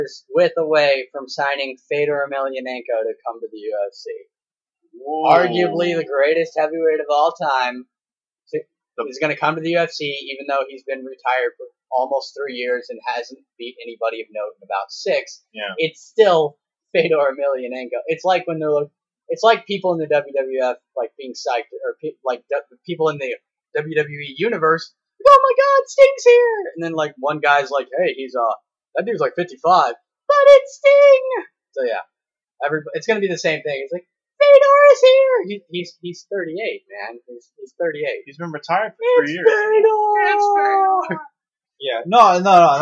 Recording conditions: poor sound quality